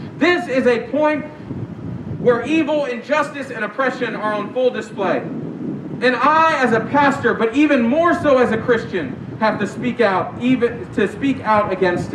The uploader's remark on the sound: We apologize for the shaky audio the sermon this week was recorded during our outdoor worship service.